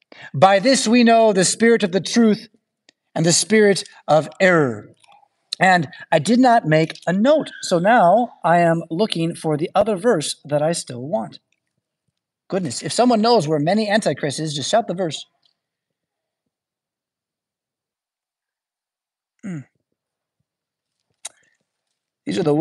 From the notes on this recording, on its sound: Preached at St Paul Lutheran Church , Rockford, Illinois on Sunday, March 3rd, 2024.